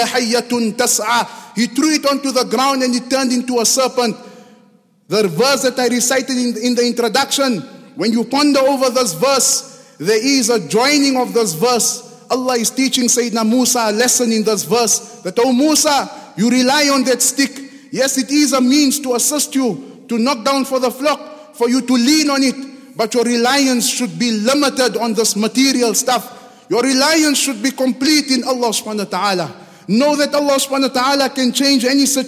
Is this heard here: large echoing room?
yes